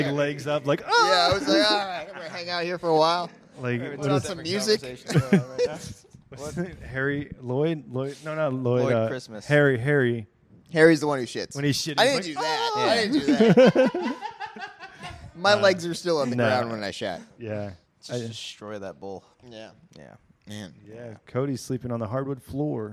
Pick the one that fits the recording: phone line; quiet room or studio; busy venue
busy venue